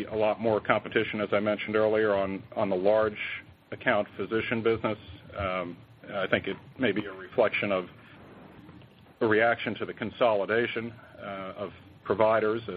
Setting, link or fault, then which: link, phone line